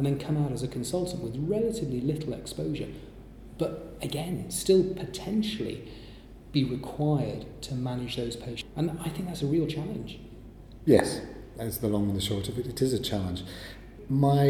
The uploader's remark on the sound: at the London Trauma Conference